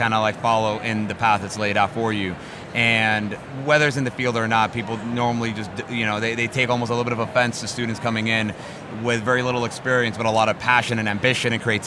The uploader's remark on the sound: Live from Psychedelic Science. Our team interviewed eight speakers and exhibitors from the conference hailing from various walks of life.